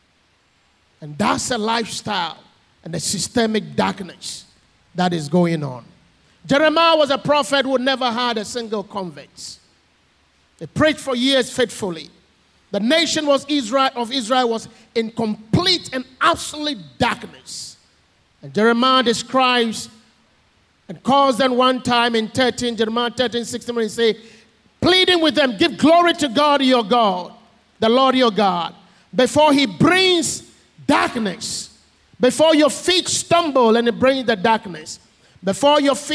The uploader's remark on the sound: Sermon preached at CBC Adabraka Campus